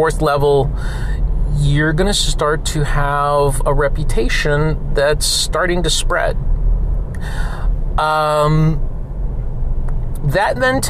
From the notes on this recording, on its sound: Sorry for the road noise! Commuting episodes can be like that.